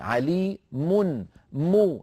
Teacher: نطقت ميما مضمومة بعدها نون ساكنة، من علي من، من ميم مضمومة بعدها نون ساكنة. · Term: التنوين